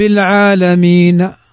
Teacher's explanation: لاحظ أني قلت العالمين، البعيد ما يسمع لأني نطقت النون كما هي، ولكن الفتحة قلتها بصوت منخفض · Term: الروم